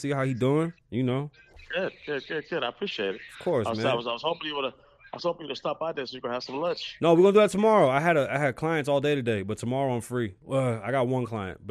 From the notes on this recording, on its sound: WE HAD LIVE CALLERS ! Ok this might not be a podcast so this may only be for live streams .